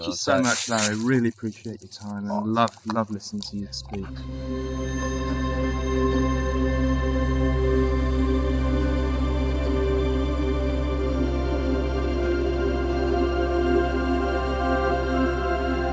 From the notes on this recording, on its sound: It also happened to be a windy day with quite a bit of ambient sound, affecting the quality of the recording. This episode was recorded on site at the Yakamia forest with our trusty portable recorder. It also happened to be a windy day with quite a bit of ambient sound, affecting the quality of the recording. There is always a trade off with the intimacy of being 'live' with the unpredictable nature of sound recording, so we acknowledge the ‘rawness’ of this episode.